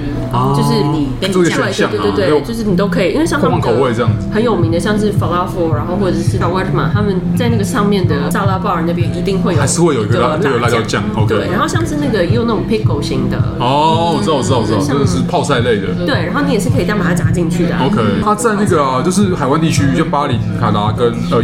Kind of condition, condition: setting, busy venue